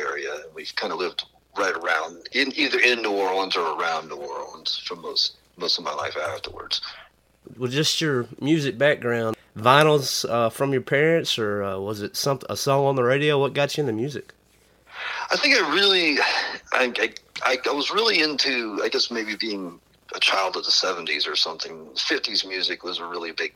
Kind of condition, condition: link, phone line